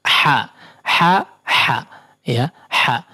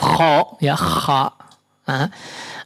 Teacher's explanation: Tengah tenggorokan ya, tenggorokan bagian tengah ha dekat huruf ain di situ ya, tapi agak ke bawah sedikit · Shown in: first take · Term: Wasatul halqi